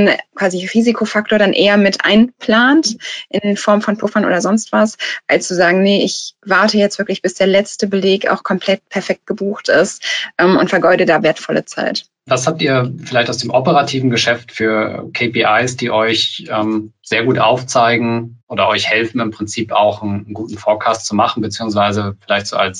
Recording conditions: video call